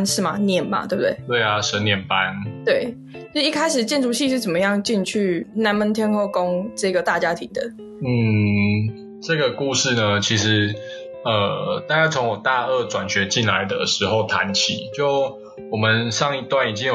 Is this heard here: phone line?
no